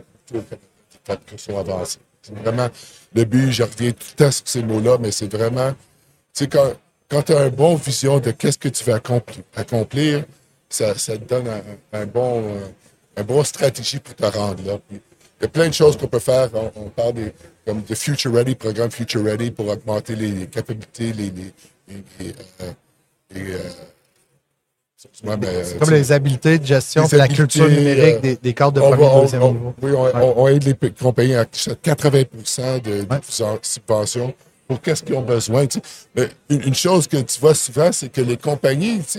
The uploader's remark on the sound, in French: en direct du N3 Summit Toronto